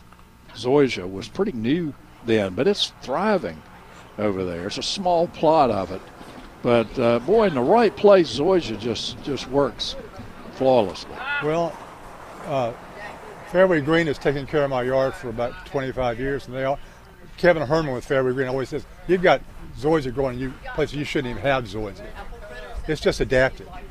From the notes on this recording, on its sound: broadcasting live from Campbell Road Nursery